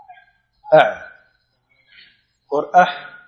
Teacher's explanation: عین اور حا ہے، وسط حلق سے ادا ہوتے ہیں